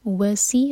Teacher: سین سیٹی کی آواز کے ساتھ